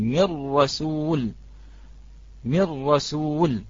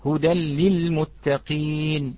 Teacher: إذا أتت النون الساكنة أو التنوين وبعدها الراء أو اللام، لابد أن ندغم، لابد أن ندغم النون الساكنة هذه أو التنوين في الراء أو في اللام إدغاما تاما كامل التشديد